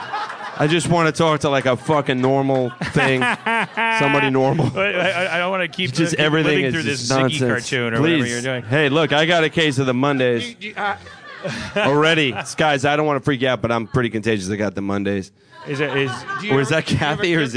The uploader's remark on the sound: LIVE From UCB East in New York